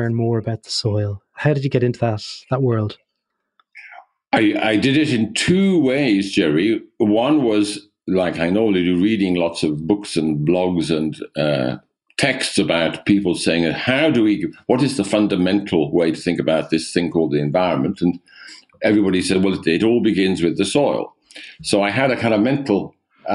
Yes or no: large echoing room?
no